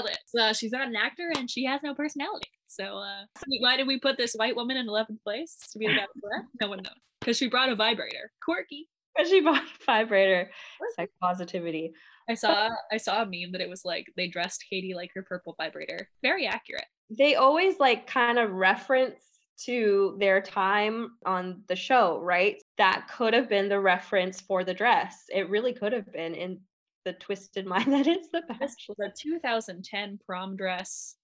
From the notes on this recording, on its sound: We did record this episode over zoom so there were a few technical issues with audio because of spotty WIFI